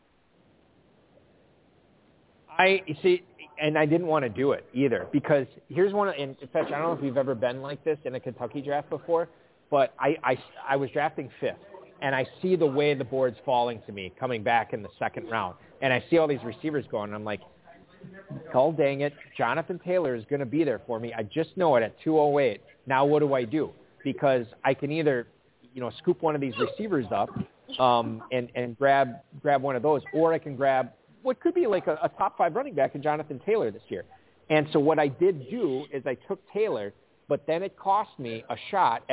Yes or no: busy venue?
yes